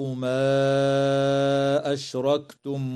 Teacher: مد منفصل في قوله تعالى: ما أشركتم، يمد بمقدار 4 أو 5 حركات